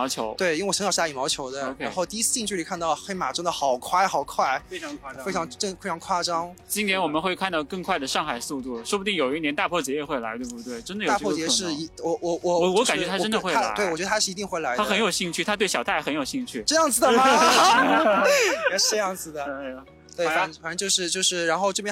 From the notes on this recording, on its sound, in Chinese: 现在正在上海马拉松领物的现场，刚刚我们两个都领取了自己的号码簿和参赛包，然后我们两个准备在这里采访几位选手